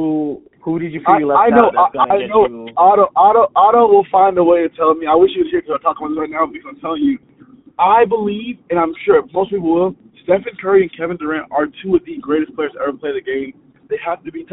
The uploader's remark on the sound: A snippet of a phone call